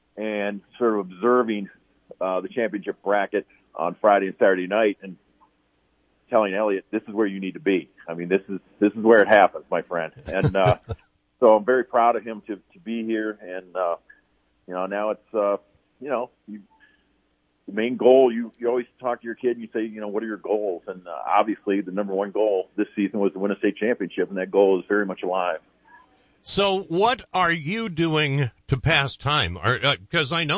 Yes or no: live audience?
no